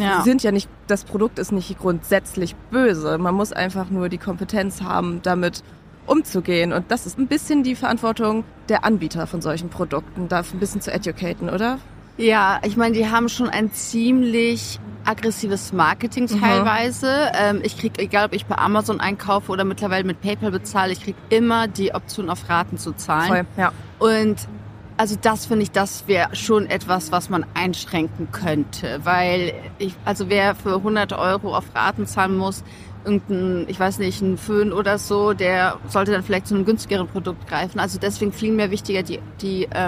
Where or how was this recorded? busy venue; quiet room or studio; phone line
busy venue